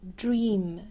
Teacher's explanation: dream 长元音所以你要先把元音发好 e 非常紧张